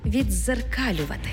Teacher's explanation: У слові «віддзеркалювати» «ди» переходить у подовжений звук «дз»